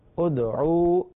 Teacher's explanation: دال یہاں آ رہا ہے اور جب یہ ساکن ہو تو جنبش پیدا ہوگی · Term: حروف قلقلہ